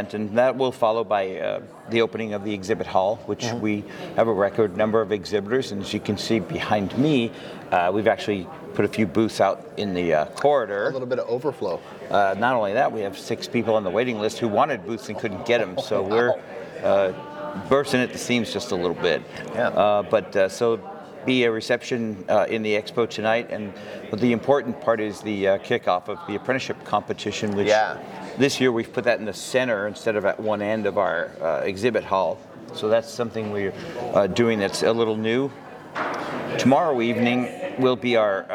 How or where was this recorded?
busy venue